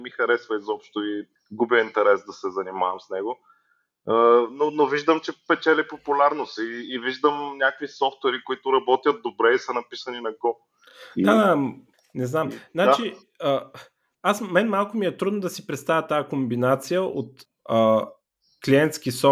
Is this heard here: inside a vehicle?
no